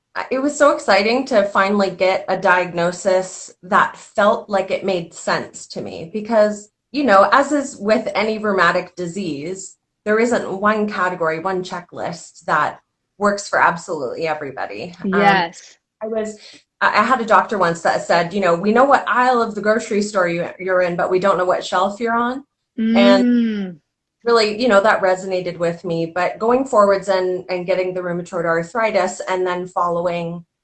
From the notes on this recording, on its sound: This conversation originally took place as an Instagram Live discussion in September 2021.